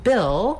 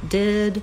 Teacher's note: we have the vowel I, which is a lax high front vowel. Basically, that's the same vowel sound that's in did.